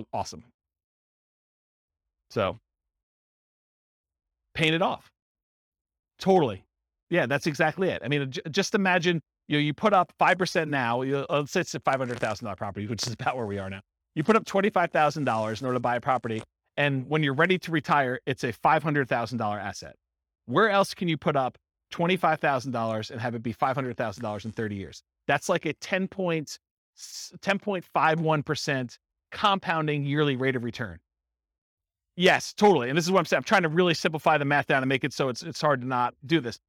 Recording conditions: live audience